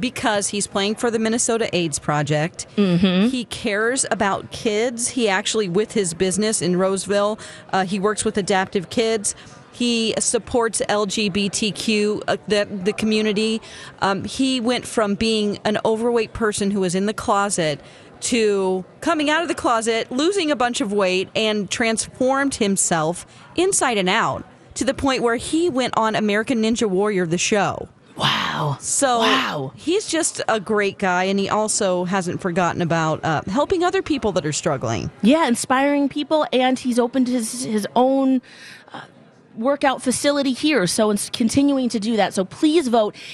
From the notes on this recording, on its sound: broadcast live from the AC Hotel for the Superbowl